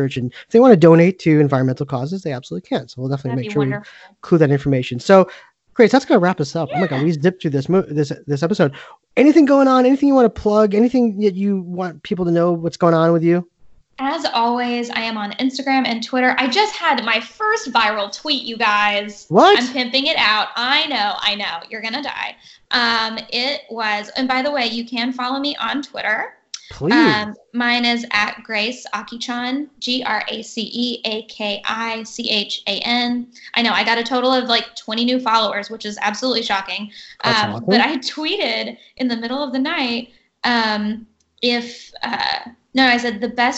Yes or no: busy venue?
no